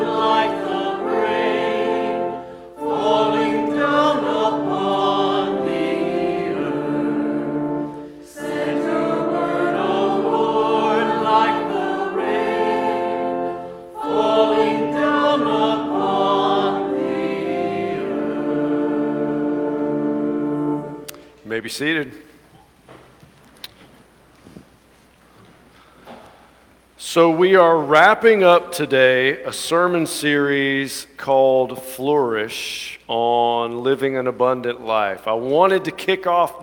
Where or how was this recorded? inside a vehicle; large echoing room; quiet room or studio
large echoing room